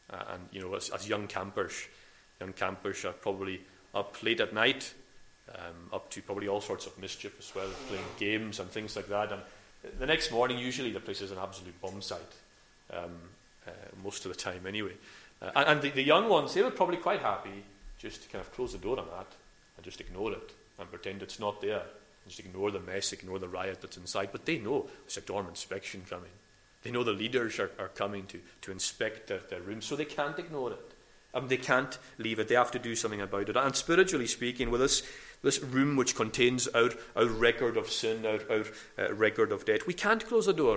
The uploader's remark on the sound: recorded at North Harris Free Church on Sunday morning 20th February 2022